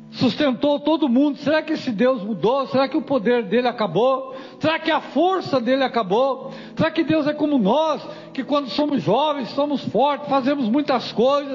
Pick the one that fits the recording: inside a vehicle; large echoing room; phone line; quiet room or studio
large echoing room